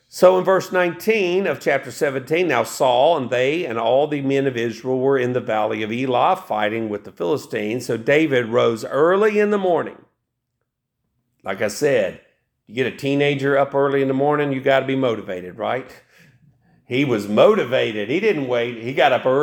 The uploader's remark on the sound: This message was preached November 26, 2023, AD at Hickory Valley Baptist Church.